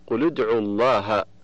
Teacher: فمثال اللام قوله تعالى قل ادعوا الله، قل ادعوا الله في سورة الإسراء، فاللام من قل ساكنة التقت بالدال من ادعوا وهي ساكنة أيضا، فحركت اللام بالكسر للتخلص من التقاء الساكنين